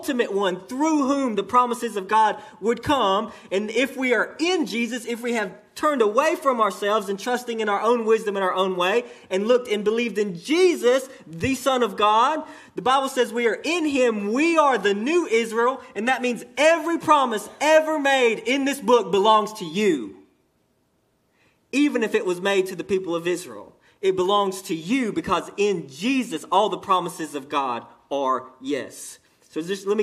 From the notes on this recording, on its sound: sermon delivered to Cottondale Baptist Church in Eastman, GA on 9/30/18 during the 11am service